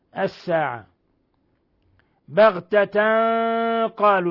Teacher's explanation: تنوين فتح جاء بعده القاف الحكم التجويدي إخفاء حقيقي